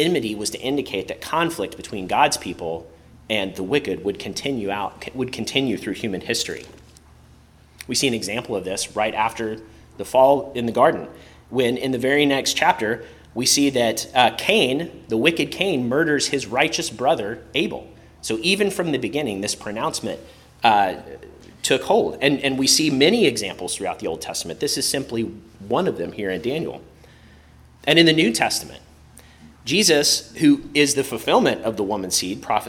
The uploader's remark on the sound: preached at Christ Our Savior Baptist Church on Sunday, May 7, 2023